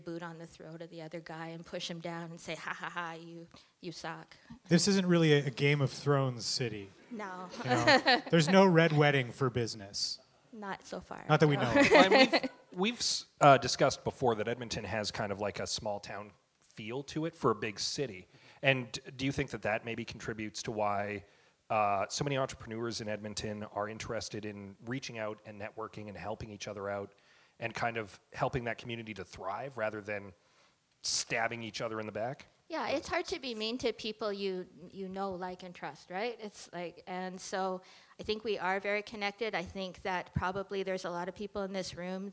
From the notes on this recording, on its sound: A Live, Very Podcast-y Variety Show. Why, with a variety show performed live in front of an audience, that's how!